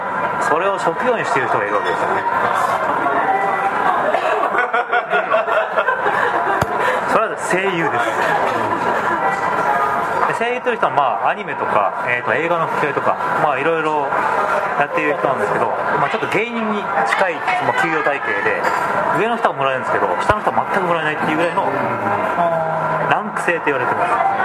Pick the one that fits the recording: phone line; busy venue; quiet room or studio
busy venue